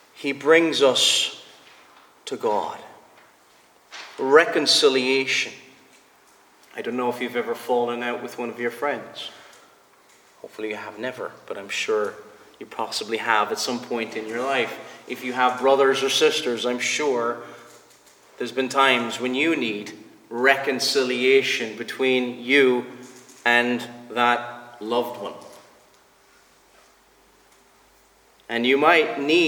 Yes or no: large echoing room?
yes